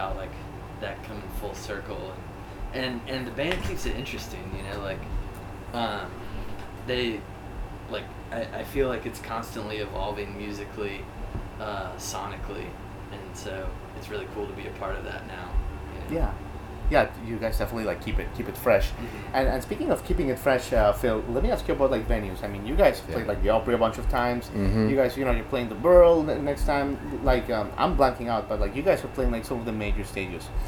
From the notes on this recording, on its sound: On this special episode we come to you from Martinsville, VA, home of 'Rooster Walk Music & Arts Festival'